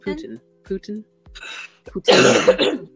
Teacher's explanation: it's emphasis on the first syllable rather than the second